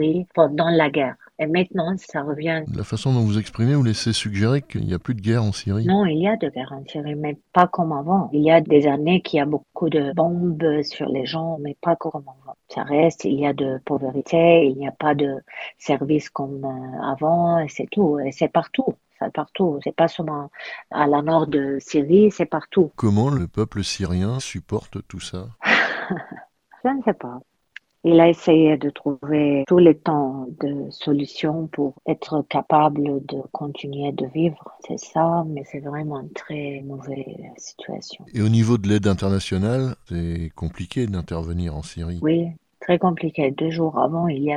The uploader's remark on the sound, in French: Nous avons joint par téléphone en Turquie. Émettant en FM depuis Gaziantep une ville située au sud-est de l’Anatolie.